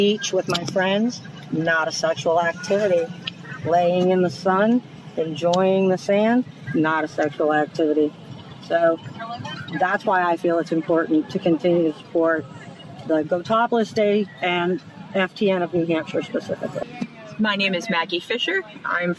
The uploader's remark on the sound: Women speak out on Go Topless Day at Hampton Beach. Women at Hampton Beach share their thoughts on Go Topless Day at Hampton Beach, an annual national event held Sunday, Aug.